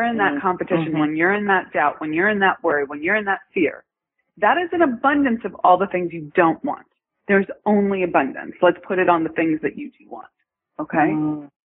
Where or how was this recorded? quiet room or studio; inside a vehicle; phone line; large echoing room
phone line